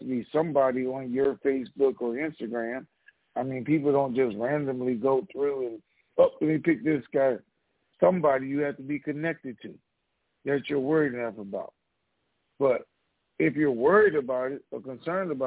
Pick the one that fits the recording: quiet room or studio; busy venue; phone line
phone line